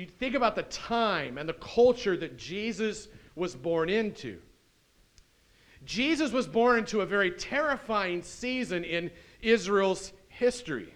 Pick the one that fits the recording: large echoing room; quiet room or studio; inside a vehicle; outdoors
large echoing room